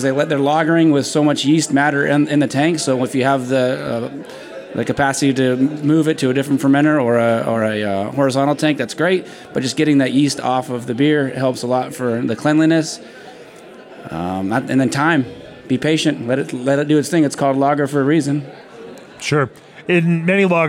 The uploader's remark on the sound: Recorded in front of a live audience late one night on the patio of Cerveza Fauna after a full day of judging for the Copa Baja beer festival in Mexicali, Mexico, in late 2023.